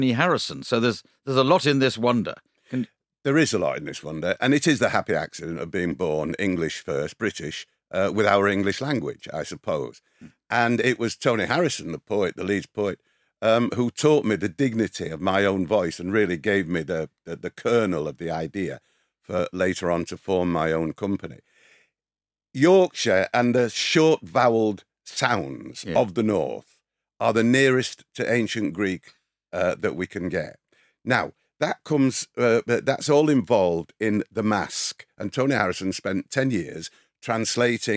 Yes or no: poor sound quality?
no